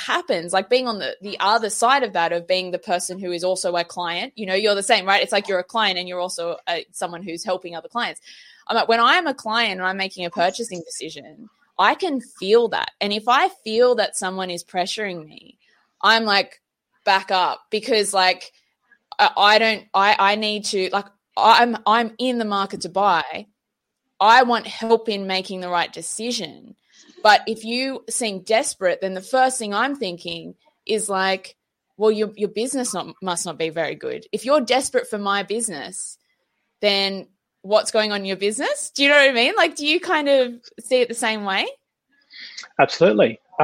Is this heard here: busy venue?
no